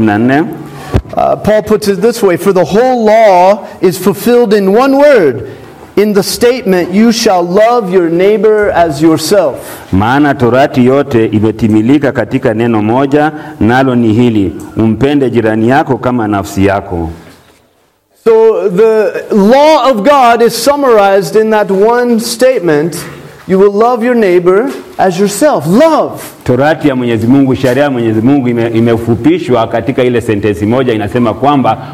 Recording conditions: large echoing room